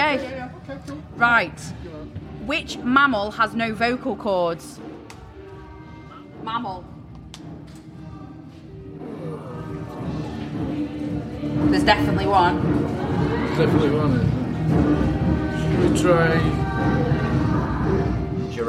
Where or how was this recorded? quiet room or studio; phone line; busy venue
busy venue